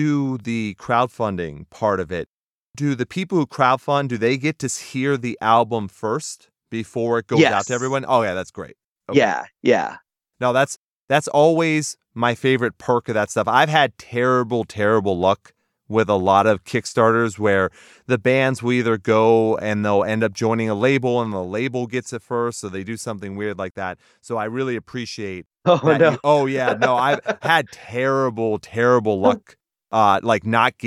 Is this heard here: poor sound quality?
no